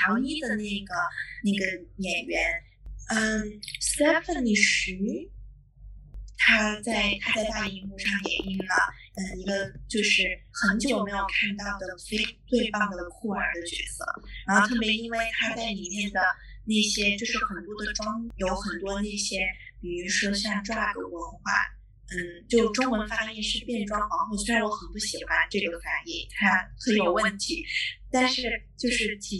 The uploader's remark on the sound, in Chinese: 由于录制原因，此次音频质量不佳，下次会做得更好，请见谅。